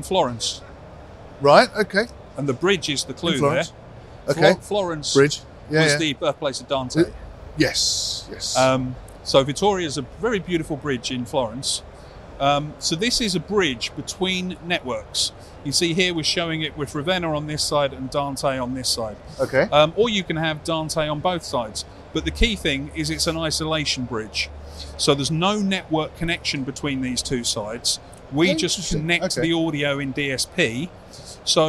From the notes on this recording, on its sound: At ISE 2024